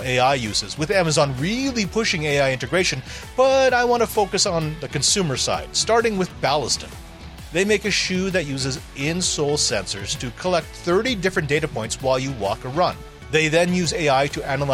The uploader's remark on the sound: Reports live from CES 2024. The massive electronics and technology trade show.